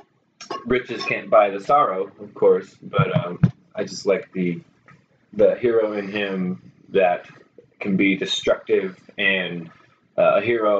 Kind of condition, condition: fault, poor sound quality